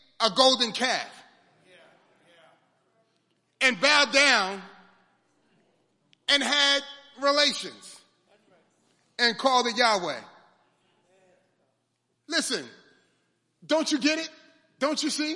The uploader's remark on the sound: Sunday Morning Service